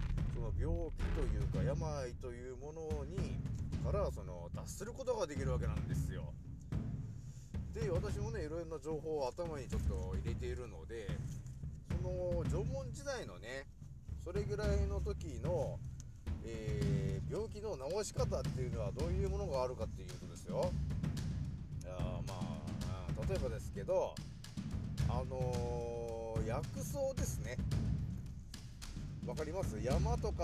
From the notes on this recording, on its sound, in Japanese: 少し音声が小さくなってしまいました。すまん。